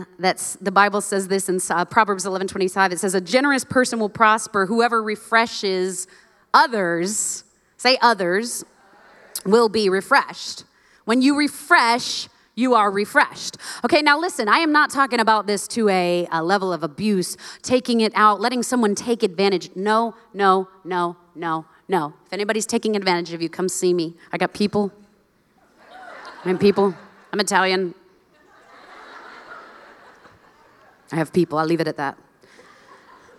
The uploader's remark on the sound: live from the 2022 Known Conference